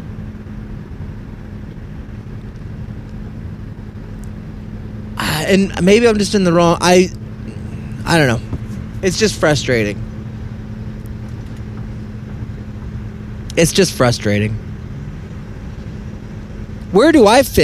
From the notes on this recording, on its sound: all while driving without being able to see